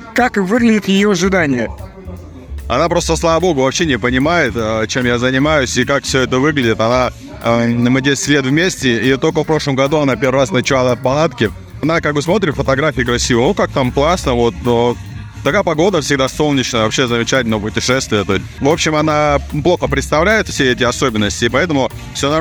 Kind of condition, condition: setting, busy venue